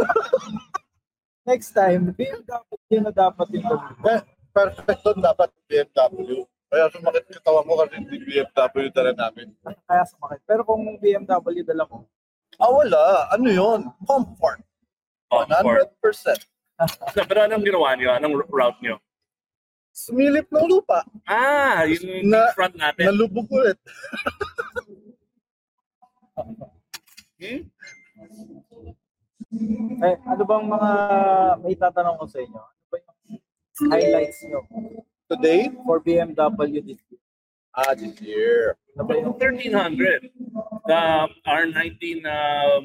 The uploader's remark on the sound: Live from the BMW Xmas party